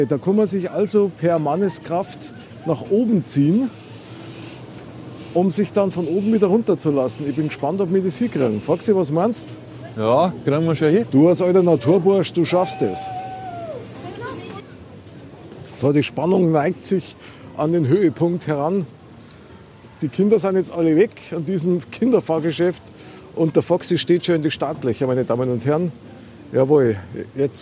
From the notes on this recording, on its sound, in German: XMAS-TOUR IM EUROPAPARK. DIE OUTDOOR EPISODE IM EUROPA PARK.